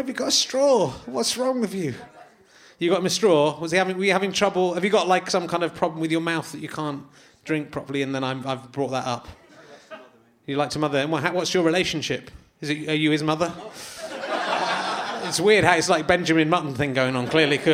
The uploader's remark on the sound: chats to a man in the audience